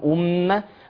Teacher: الميم زمن حركتين حرف غنة، فأقول أمة مع تحقيق الضم الذي قبلها.